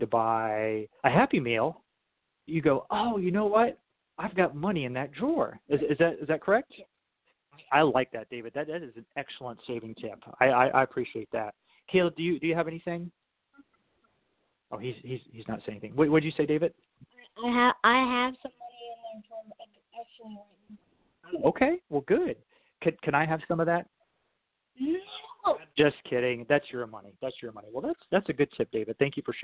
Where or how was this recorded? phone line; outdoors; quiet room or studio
phone line